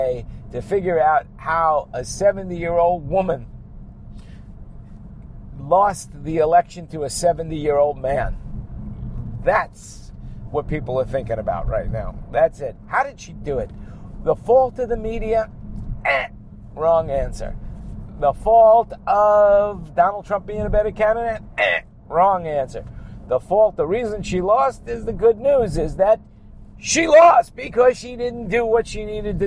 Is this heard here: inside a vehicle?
yes